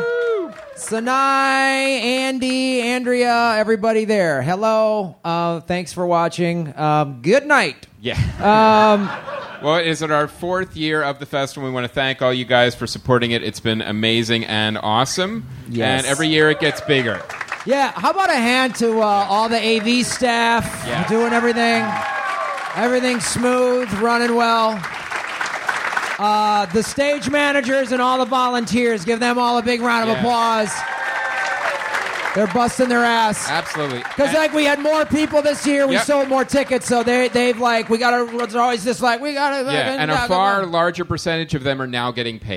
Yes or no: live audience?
yes